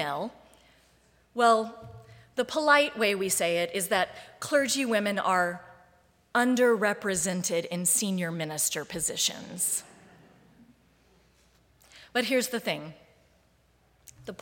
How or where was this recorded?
large echoing room